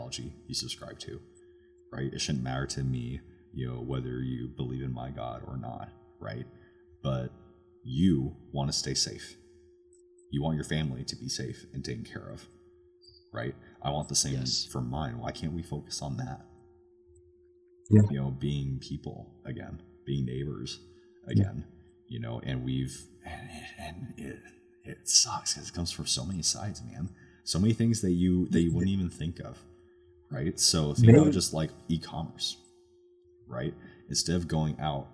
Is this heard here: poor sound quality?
yes